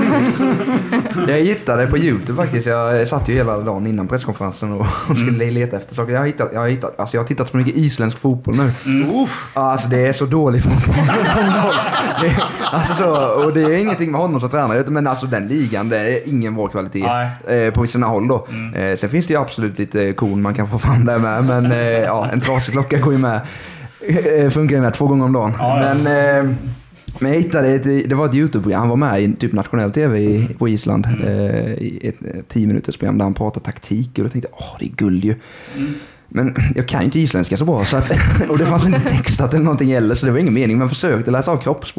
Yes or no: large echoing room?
no